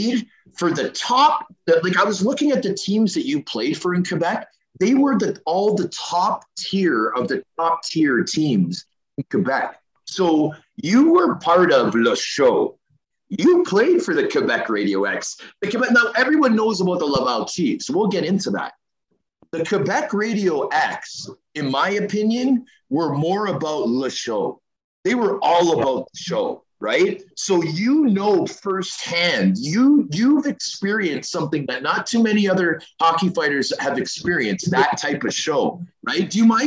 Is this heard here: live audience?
no